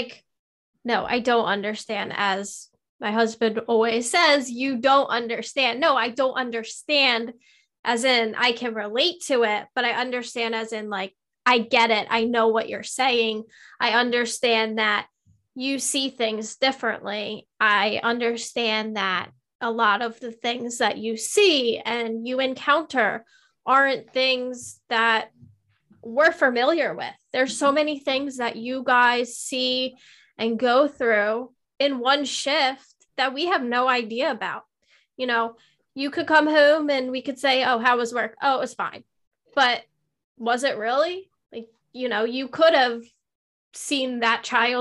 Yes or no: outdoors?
no